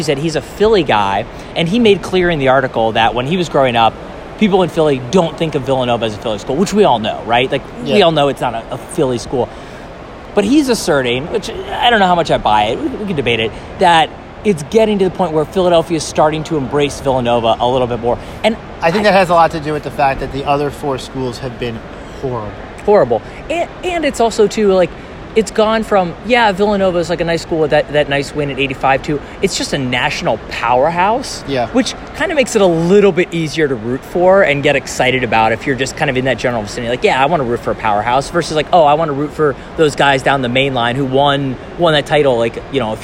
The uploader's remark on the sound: We're recording live from the team hotel in San Antonio. That means no production value, no intro, lots of background noise, and plenty of people asking if we work there (obviously not).